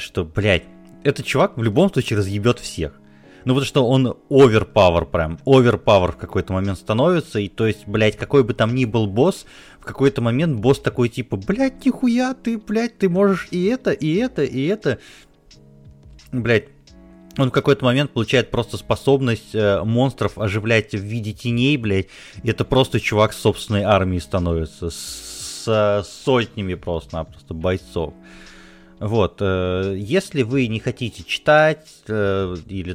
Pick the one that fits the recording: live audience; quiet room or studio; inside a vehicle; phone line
quiet room or studio